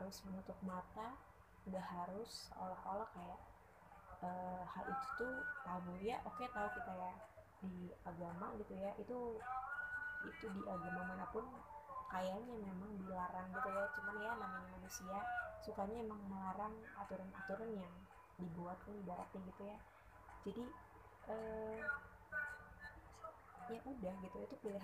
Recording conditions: uneven or low level